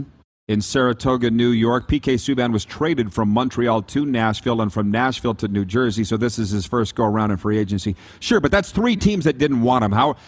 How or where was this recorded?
busy venue